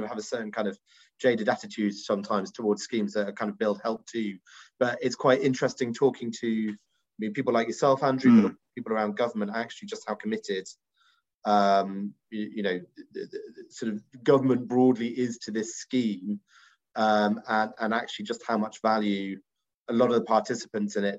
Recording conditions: video call